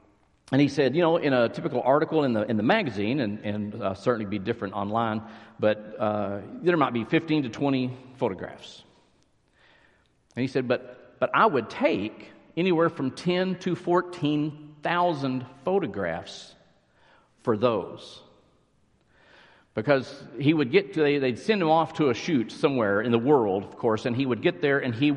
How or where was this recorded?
large echoing room